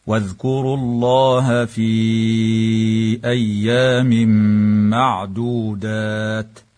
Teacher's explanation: فقوله تعالى: واذكروا الله في أيام معدودات، تمد الألف بعد الياء في قوله تعالى في أيام من قبيل المد المنفصل بمقدار 4 أو 5 حركات، ويدغم التنوين في الميم مع الغنة في قوله تعالى أيام معدودات، ويجوز الوقف على قول الله تعالى معدودات من قبيل الوقف الكافي مع مراعاة همس التاء هكذا: واذكروا الله في أيام معدودات.